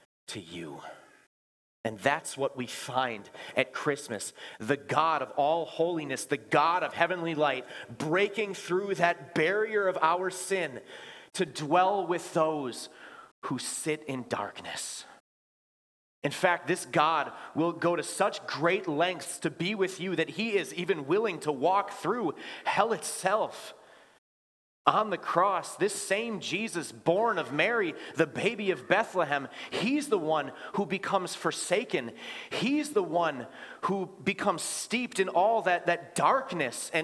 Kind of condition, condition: setting, large echoing room